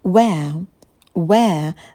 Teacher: На «в» мы вытягиваем губы, округляем их. И далее у нас дифтонг air. Air. Where?